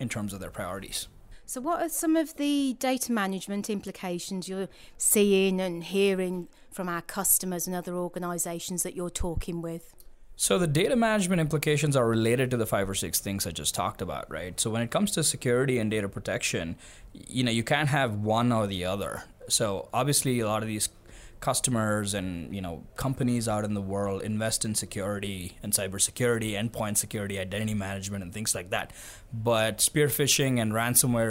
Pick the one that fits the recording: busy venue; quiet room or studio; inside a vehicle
busy venue